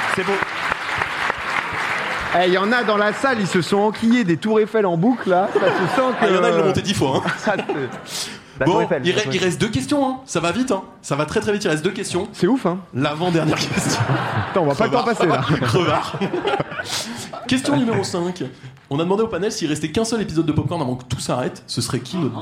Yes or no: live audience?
yes